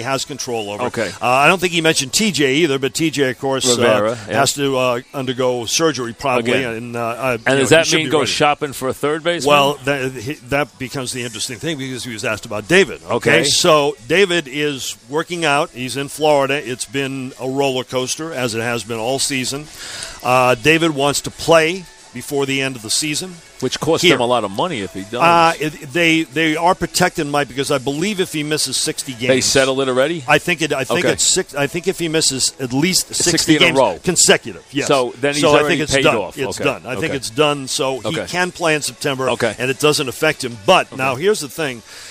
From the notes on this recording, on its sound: Live from Citi Field.